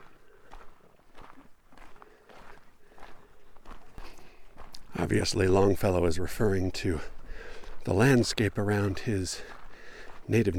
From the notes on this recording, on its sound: I spent a few days in Moab, camping and hiking and writing and recording. This episode was recorded as I was hiking in Canyonlands National Park on the Murphy loop. I did edit out some long stretches of just me walking (not excatly compelling audio, that), and a couple of times were I got distracted by something I saw. I did leave in a couple shorter ones (a lizard in one instance, a butterfly in another) just to maintain the feeling of the recording, which is not some manufactured-in-the-studio-with-a-catalog-of-outdoor-sounds.